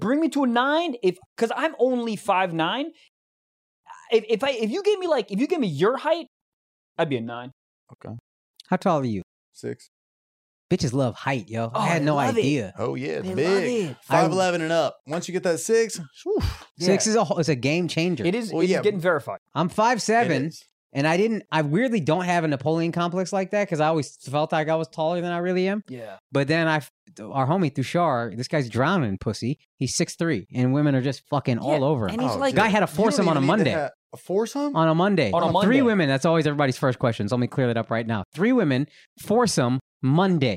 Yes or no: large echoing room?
no